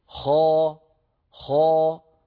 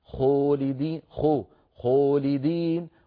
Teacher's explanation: يضم شفتيه عند الفتحة تبع الخاء، فيخلط الفتحة بضمة · Shown in: second take · ويزعم أنه قد فخم الخاء.